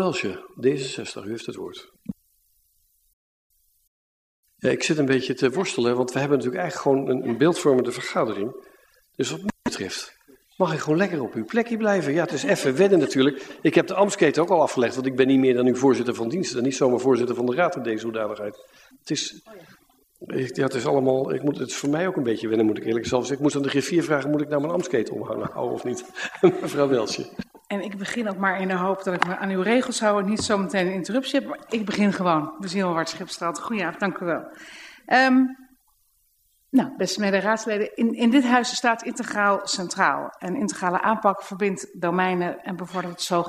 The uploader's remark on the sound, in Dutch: Beeldvormende vergadering (Raadzaal)